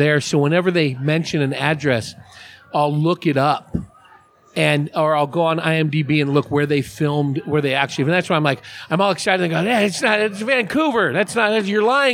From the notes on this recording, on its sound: Recorded at The Raven Café, Prescott, AZ under the stairs where the cool people hang out. Recorded at The Raven Café, Prescott, AZ under the stairs where the cool people hang out.